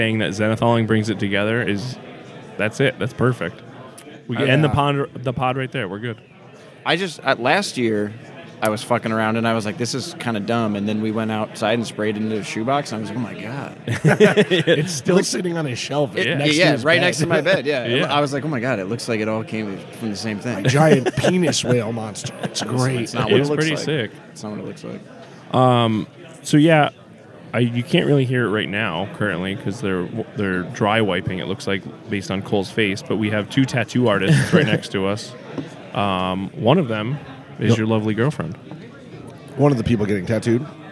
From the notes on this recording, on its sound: The second half of the episode puts you right in the action, coming live from NEMO 2024.